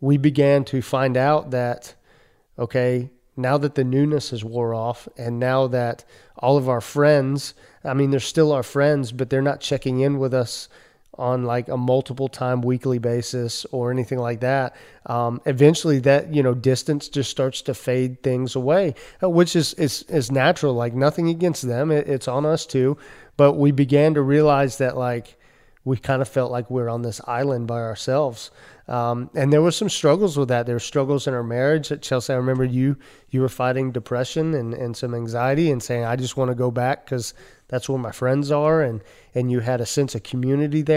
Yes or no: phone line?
no